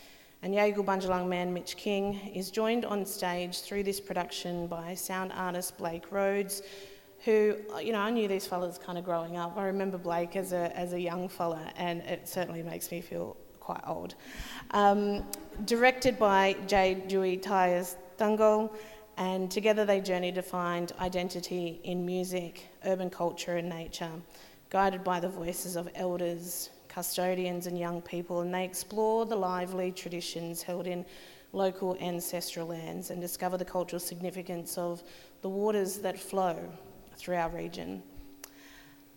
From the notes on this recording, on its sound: Presented by NORPA in partnership with Southern Cross University and Koori Mail. This is a recording of a panel discussion as part of the Flow events program.